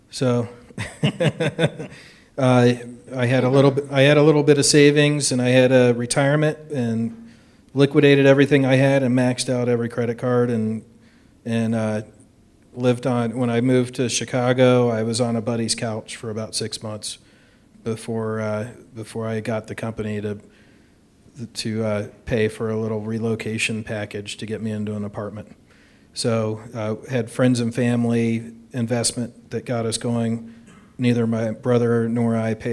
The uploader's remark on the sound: This is the audio recording from the live event on 6/12/2017.